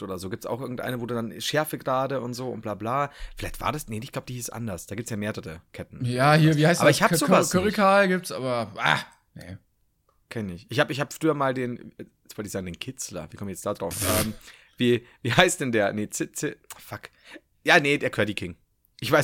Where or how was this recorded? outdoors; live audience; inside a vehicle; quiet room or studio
quiet room or studio